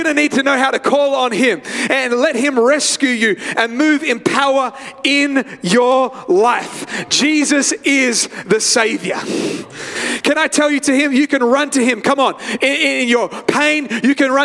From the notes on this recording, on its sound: live at Freshwater Church